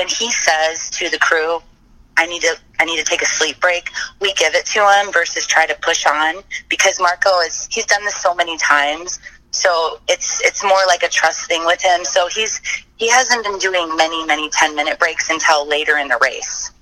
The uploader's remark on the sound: checks in from the RV outside Chilicothe